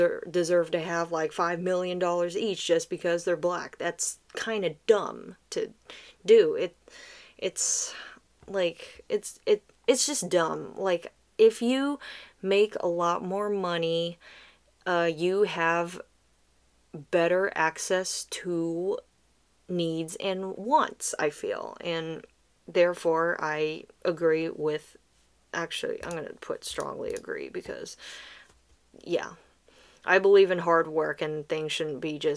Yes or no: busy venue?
no